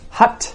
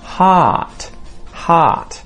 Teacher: Hut is a very short ah sound. But if we make that longer, it changes the meaning of the word to heart